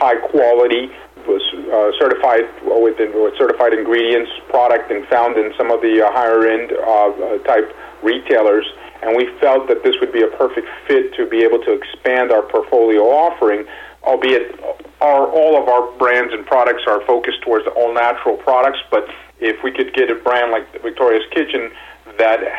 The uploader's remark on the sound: called in to SmallCapVoice.